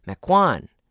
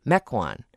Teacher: Apparently, I sometimes put the accent on the second syllable · Shown in: first take · and say Mequon instead of Mequon.